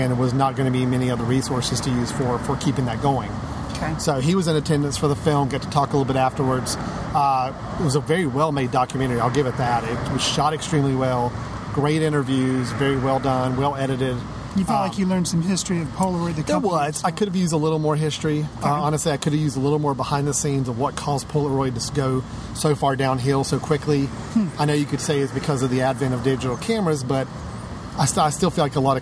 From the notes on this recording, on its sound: Brave the sunlight outside the studio and record in a park…in downtown Winston-Salem, NC...which just so happens to be hosting the 15th Annual RiverRun International Film Festival.